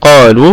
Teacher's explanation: قلنا القاف في أعلى درجات التفخيم لأنها مفتوحة وبعدها ألف فهي في الدرجة الأولى من درجة التفخيم ما شاء الله.